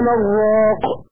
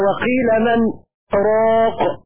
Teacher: قرأ شعبة وقيل مراق هكذا بترك السكت وإدغام النون في الراء · Shown in: first take